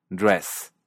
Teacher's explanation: La E de dress, vestido, dress. Esta es una vocal media baja anterior y se parece algo a nuestra E, aunque es un poquito más abierta